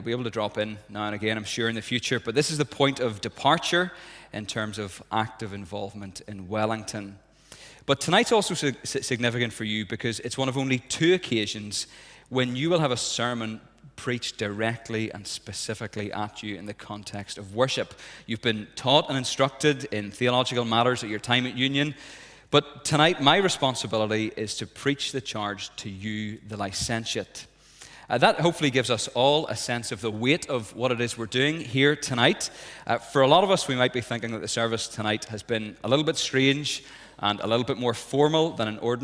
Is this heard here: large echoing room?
yes